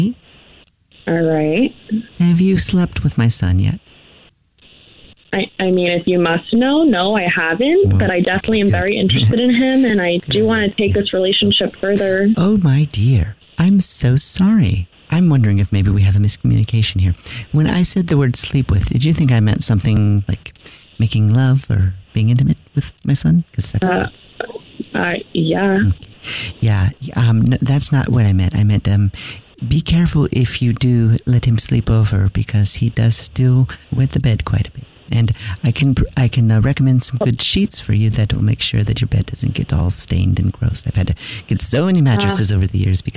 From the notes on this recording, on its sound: phone prank style